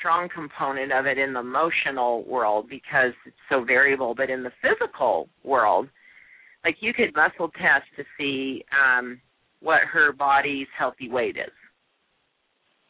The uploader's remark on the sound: opens the lines to answer live questions